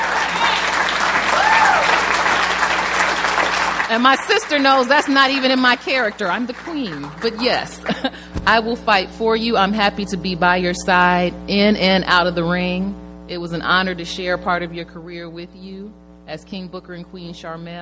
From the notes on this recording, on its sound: Recorded at the Houston Improv.